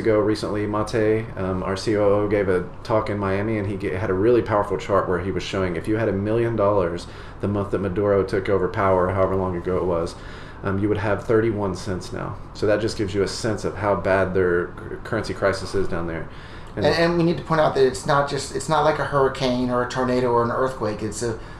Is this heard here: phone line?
no